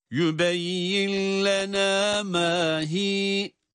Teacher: Hiye kelimesinde hiy olarak değil, hi olarak meddi tabii ile durulur.